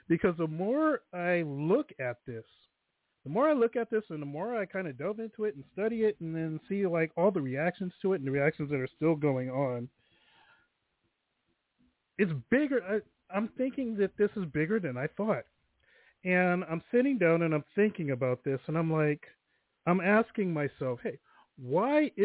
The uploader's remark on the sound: THe phone lines are open in the second hour.